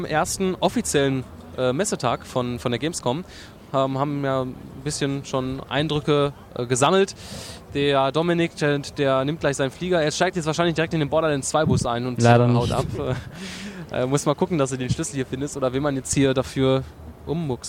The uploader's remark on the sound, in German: Wir melden uns “fast” Live von der gamescom 2012 in Köln aus der Sommerpause zurück.